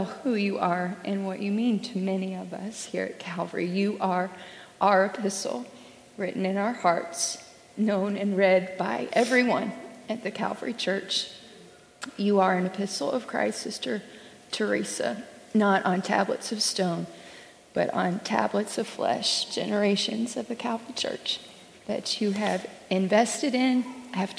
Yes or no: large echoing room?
yes